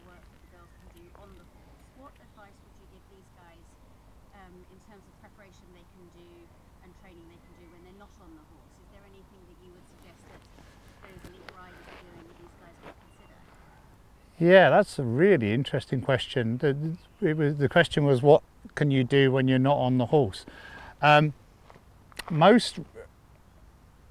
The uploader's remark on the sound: Talk at Mayfield School, Kent. This was recorded outside at the Mayfield School's Equestrian Centre, and you may hear some general yard noises in the background.